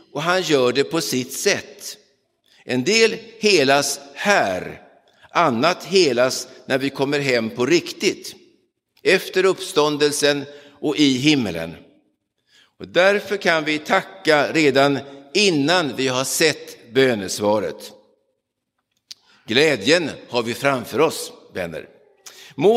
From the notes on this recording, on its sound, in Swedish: Inspelad i Roseniuskyrkan den 9 oktober 2022.